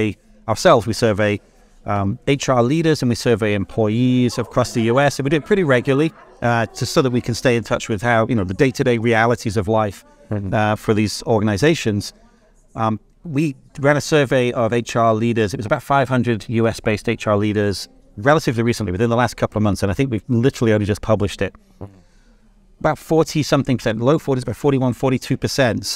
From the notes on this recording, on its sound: The Boston #isolvedRoadShow. At the Courtyard by Marriot. Sat down for this episode of the podcast -- recorded "in concert, so to speak," from the Road Show floor.